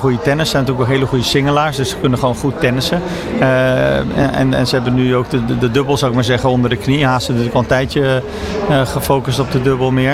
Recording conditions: busy venue